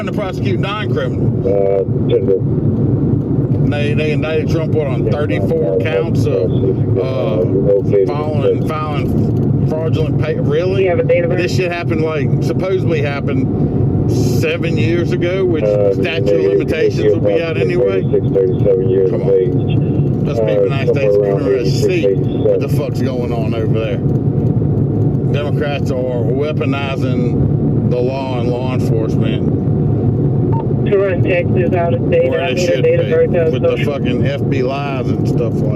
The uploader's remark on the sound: I tell some stories that I recorded while on the road, road noise is something that just is.